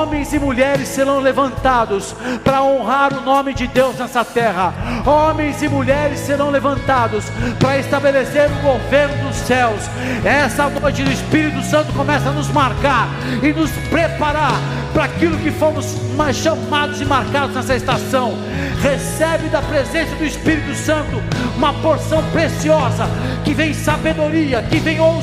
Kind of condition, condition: setting, large echoing room